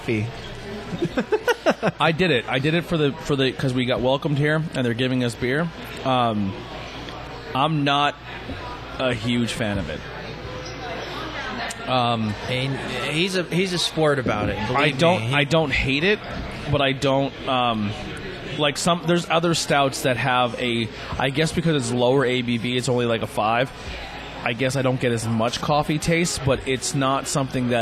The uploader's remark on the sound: We are on location At Mcniffs In Mahanoy City